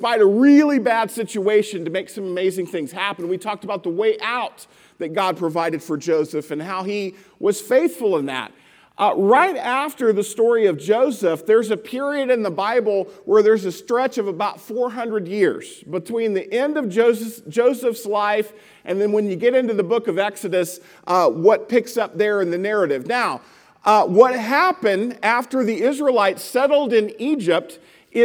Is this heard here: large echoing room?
yes